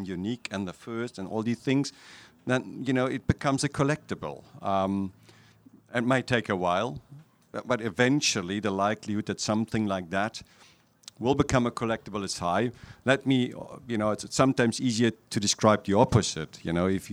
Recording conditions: busy venue